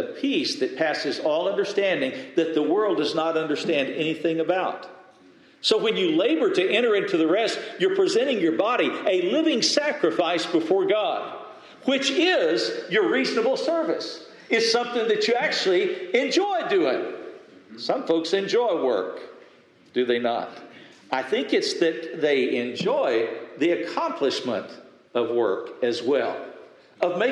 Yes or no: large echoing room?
yes